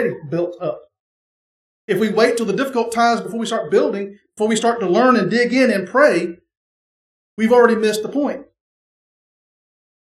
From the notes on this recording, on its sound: The sermon from our Sunday morning Worship Service.